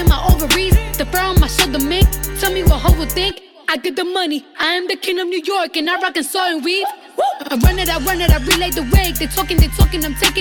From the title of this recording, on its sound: LIVE from a House Party